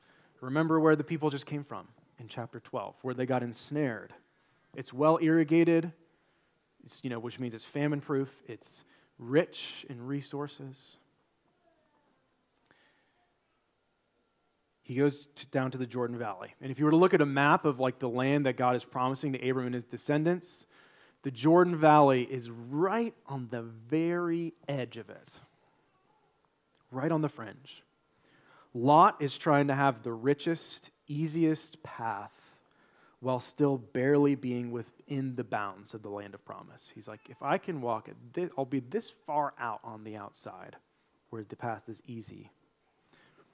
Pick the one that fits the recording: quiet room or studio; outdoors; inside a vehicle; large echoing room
large echoing room